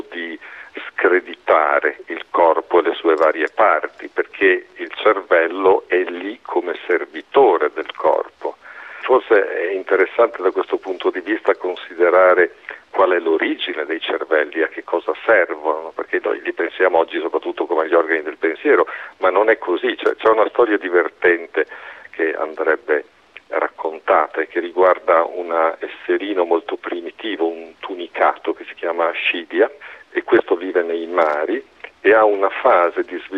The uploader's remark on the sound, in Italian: Viene chiamato al telefono